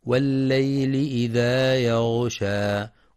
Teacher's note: ينتبه القارئ لتحقيق كسر اللام في والليل، كما يراعى تفخيم الغين في يغشى مع بيان صفة الرخاوة فيها